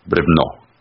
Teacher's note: the stress is on the second syllable, so brivno